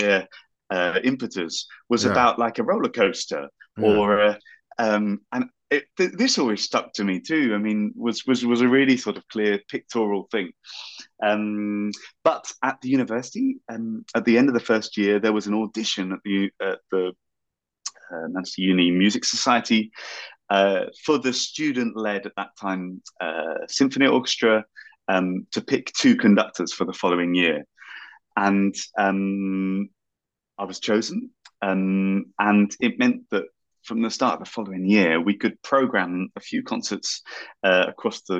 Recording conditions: video call